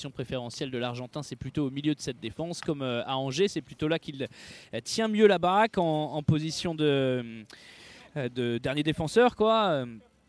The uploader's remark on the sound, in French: en direct du stade Vélodrome